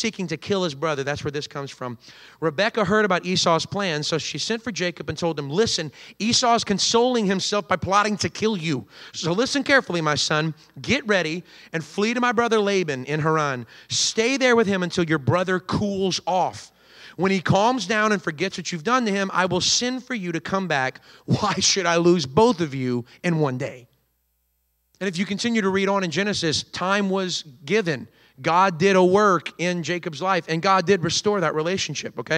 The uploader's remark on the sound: recorded on Sunday, October 1st, 2023, during service at The Anchor Church in Rockport, Maine.